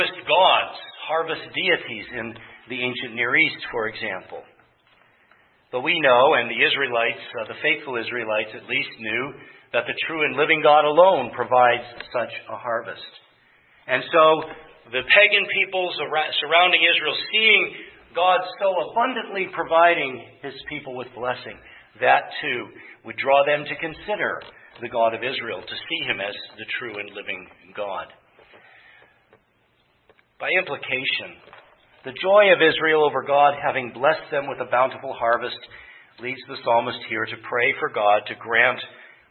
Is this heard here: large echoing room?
yes